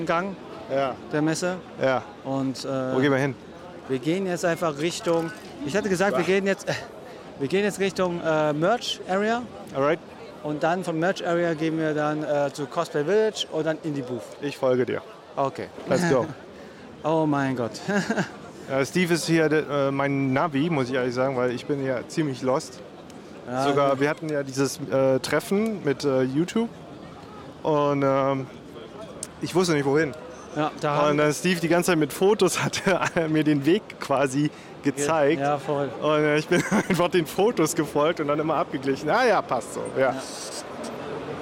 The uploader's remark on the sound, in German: Gamescom wieder in Real Life und allgemeine Eindrücke über die Messe. In der heutigen Special Podcastfolge sind wir "Live" auf der Gamescom in Köln.